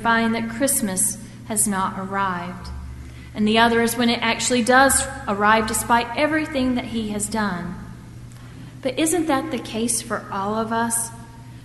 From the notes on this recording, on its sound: at First Presbyterian Church of Arlington Heights, Illinois, on Sunday, December 28, 2014.